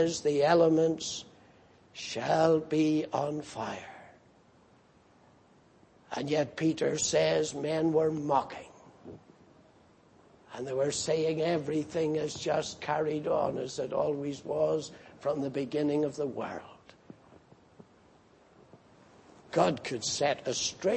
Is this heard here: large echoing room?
yes